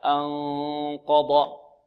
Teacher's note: أن مع صوت يجري من الخيشوم